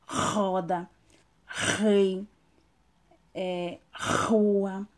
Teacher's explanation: ele vai ter esse som vibrante forte que vem da garganta quando ele está em início de palavras. Então a letra R ele também vai ser forte, como roda, rei, é, rua.